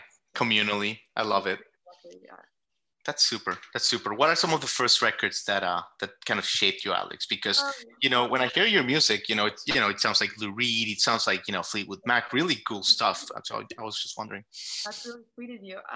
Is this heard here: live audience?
no